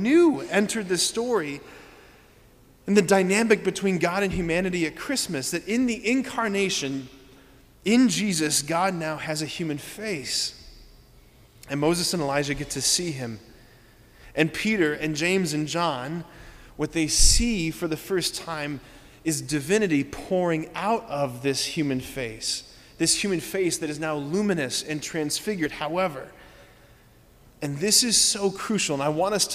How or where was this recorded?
large echoing room